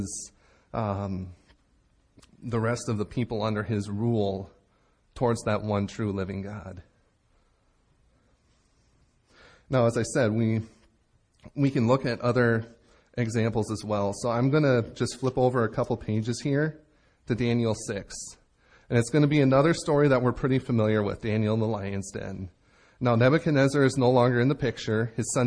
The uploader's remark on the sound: Recorded Live at Bethany Bible Church in Leroy, MN on 9/24/17